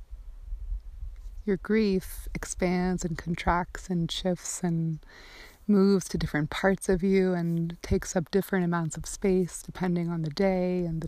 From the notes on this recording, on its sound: This episode was recorded outside while I was on retreat-excuse/enjoy the organic background sounds :)